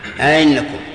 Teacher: أئنكم تسهيل الثانية. تحقيق الأولى وتسهيل الثانية